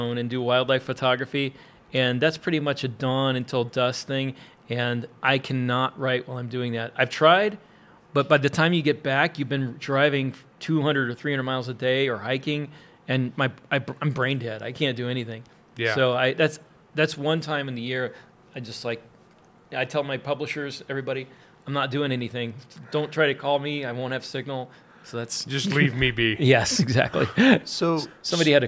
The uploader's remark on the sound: Attended the 20Books Vegas 2023 conference where they took the opportunity to do a live interview.